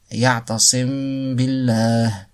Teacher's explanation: On ne finit pas de prononcer la mime, car on commence à prononcer le ba. On fait une ghunna. · Term: irfa